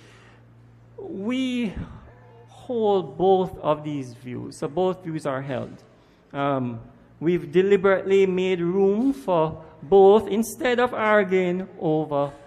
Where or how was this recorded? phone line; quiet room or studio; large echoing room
large echoing room